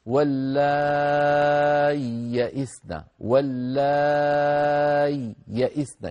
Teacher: إن أظهرت سأقول واللاي يأسنا، واللاي يأسنا، يعني شبه سكت، شبه سكتة بين الياء الأولى والياء الثانية